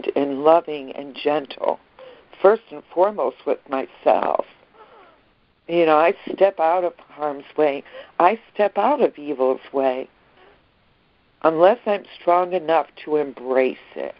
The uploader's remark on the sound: ACIM Daily Conference Call.